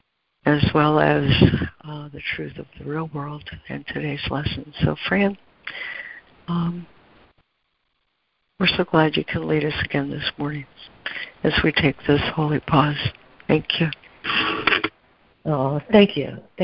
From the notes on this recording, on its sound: ACIM Daily Conference Call